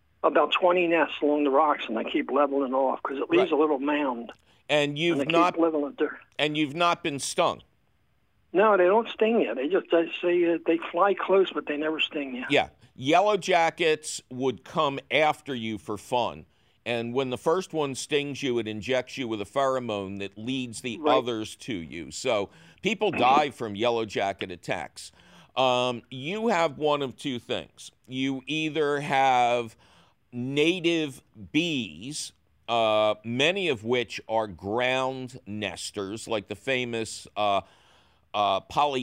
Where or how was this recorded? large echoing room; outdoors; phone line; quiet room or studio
phone line